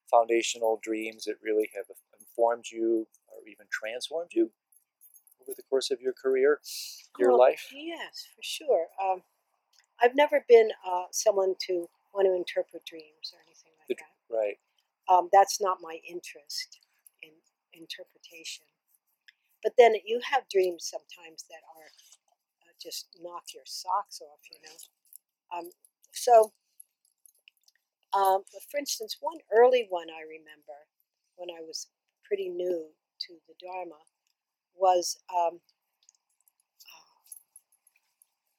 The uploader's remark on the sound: This interview was conducted in person and outside, in a lovely garden in Boulder, Colorado. Because it was recorded outside and unedited, be prepared for some “dream signs” that playfully barge into this delightful conversation!